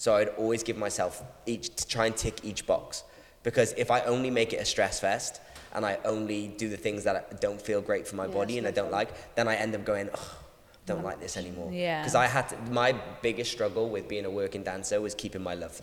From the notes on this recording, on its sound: At The Ins And Outs easter intensive we had a Q&A